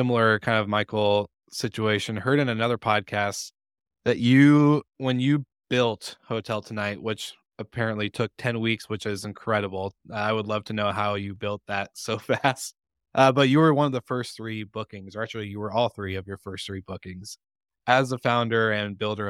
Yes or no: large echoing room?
no